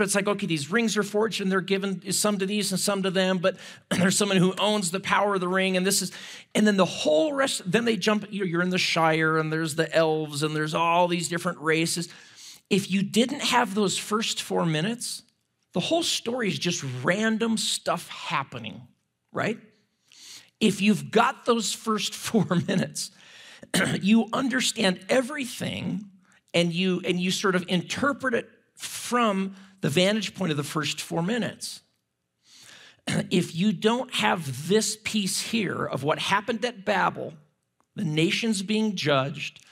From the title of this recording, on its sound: at Timberline Church - Audio